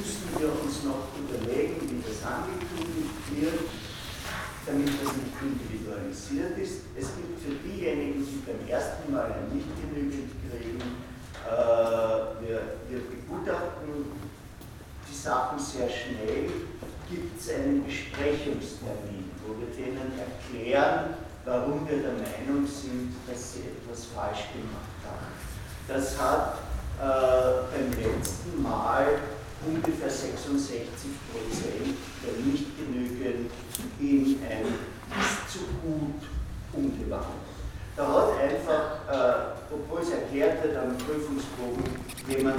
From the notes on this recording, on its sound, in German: Diese Vorlesung wurde von Studierenden aufgenommen